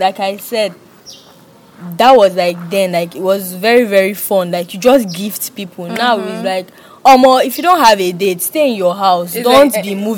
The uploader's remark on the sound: NOTE: This episode was recorded in an open space and not a secluded area, vehicle noises may be heard in the bakground.